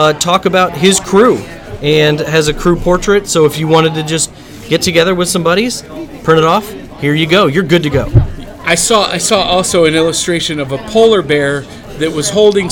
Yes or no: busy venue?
yes